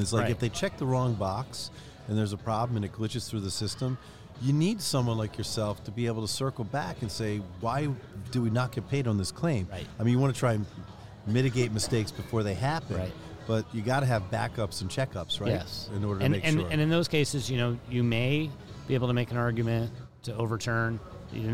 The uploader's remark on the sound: during the Orthopedic Summit meeting in Boston last month